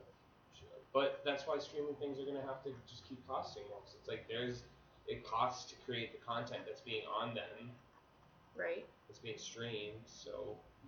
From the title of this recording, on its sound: Audio/Sound Probs - BEWARE